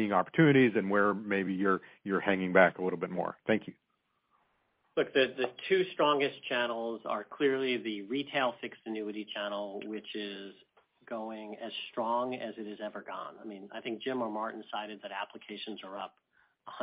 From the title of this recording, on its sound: Earnings Conference Call